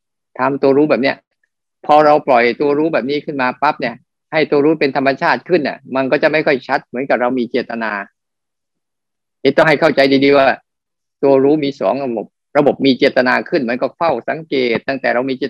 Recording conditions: video call